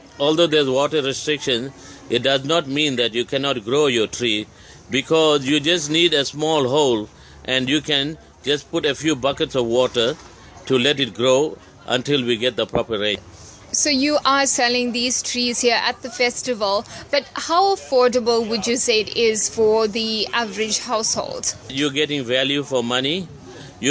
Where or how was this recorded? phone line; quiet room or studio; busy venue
busy venue